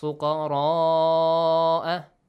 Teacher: Stretch the sound for six counts. · Term: mad